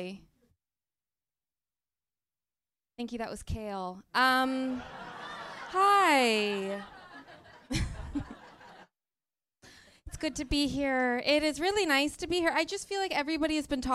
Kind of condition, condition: setting, live audience